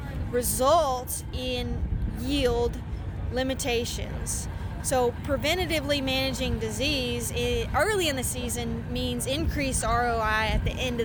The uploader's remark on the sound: Farm Progress Show 2023- BASF. During the 2023 Farm Progress Show.